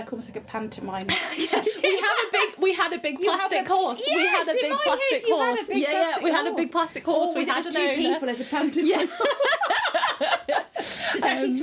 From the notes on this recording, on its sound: Apologies for the wining, growling and slobbery background noises you'll no doubt hear.